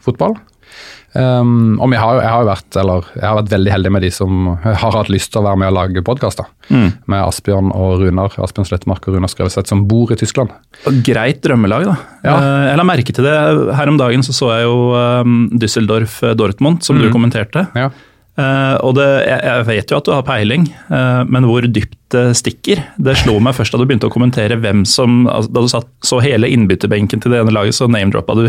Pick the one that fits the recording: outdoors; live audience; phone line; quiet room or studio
quiet room or studio